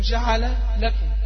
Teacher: اضغم اللام بتاعت جعل في لكم كده والاثنين متحركين · Term: الادغام الكبير